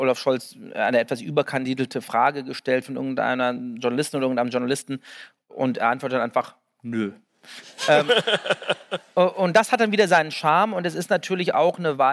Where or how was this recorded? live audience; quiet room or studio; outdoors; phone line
live audience